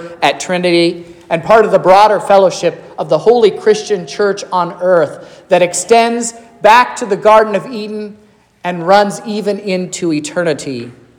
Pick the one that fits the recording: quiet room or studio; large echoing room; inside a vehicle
large echoing room